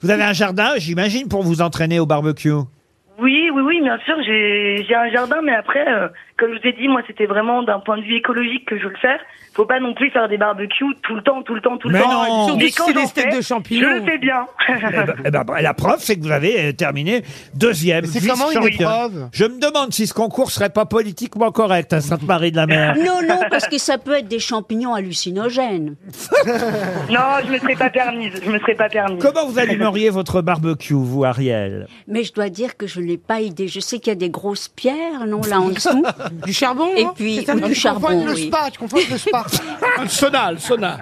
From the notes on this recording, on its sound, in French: les Grosses Têtes reçoivent au téléphone